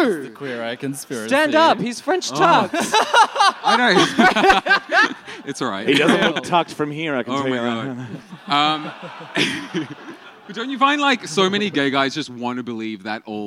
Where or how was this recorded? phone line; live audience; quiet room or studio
live audience